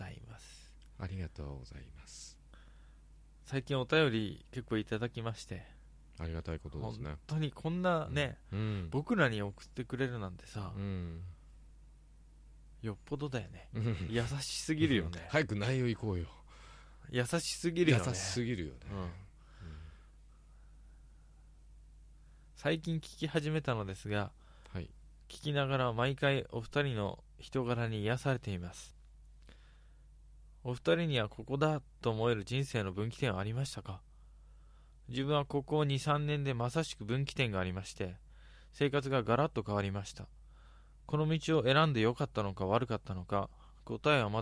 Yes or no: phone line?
no